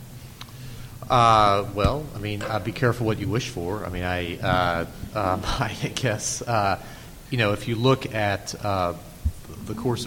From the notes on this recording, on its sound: The Federalist Society's Corporations Practice Group presented this panel discussion at the 2006 Annual National Lawyers Convention on November 18, 2006.